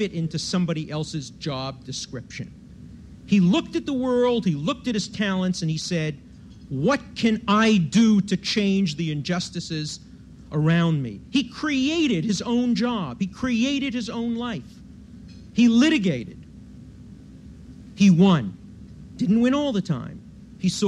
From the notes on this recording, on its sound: recorded at the 1991 Academy of Achievement Summit in New York